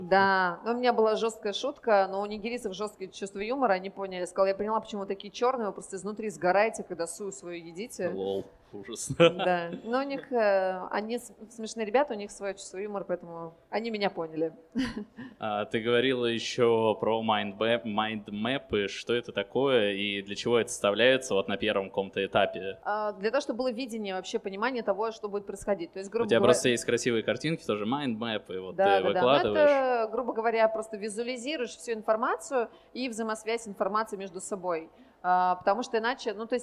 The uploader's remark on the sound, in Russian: Запись была сделана в live-формате на Маркете Местной еды